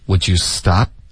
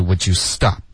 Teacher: 注意，这是一个疑问句，在我们的重音音节呢，应该是往上飘的。 · Shown in: first take